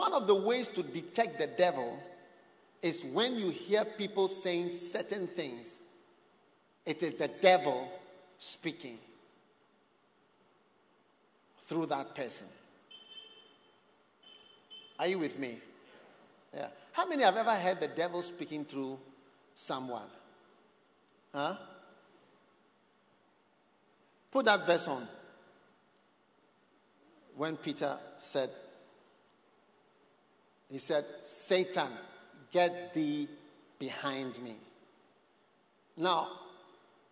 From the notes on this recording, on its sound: Preached at The Experience Service. First Love Centre.